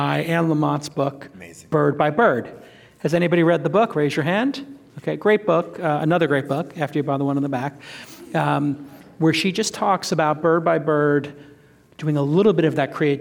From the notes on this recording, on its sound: Today we're going back to San Francisco. On stage during my tour stop for my book Creative Calling.